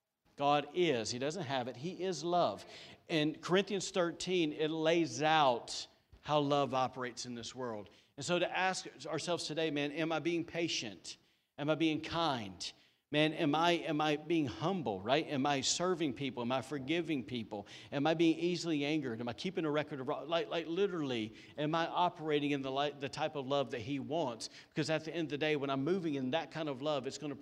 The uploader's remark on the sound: was recorded on Sunday, September 20, 2020, during service at The Anchor Church in Rockport, Maine.